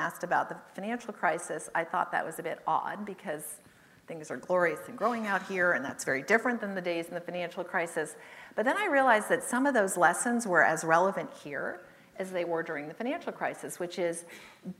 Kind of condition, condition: setting, live audience